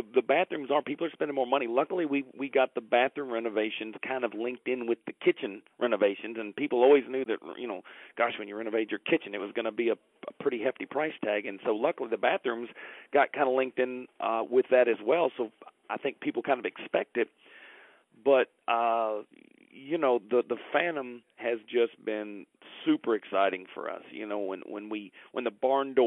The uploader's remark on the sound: Phone Interview